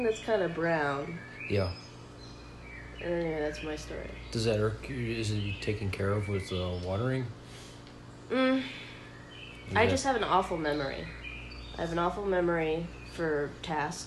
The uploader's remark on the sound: play ambient park noises on YouTube in his apartment